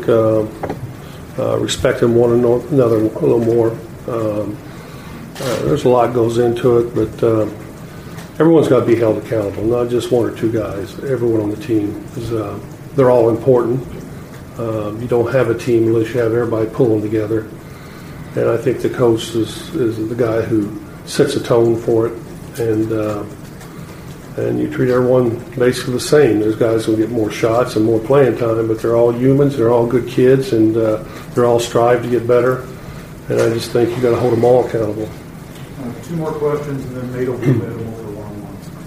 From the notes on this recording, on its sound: Was introduced as the Indiana Pacers’ 15th head coach in franchise history at a press conference on Monday afternoon.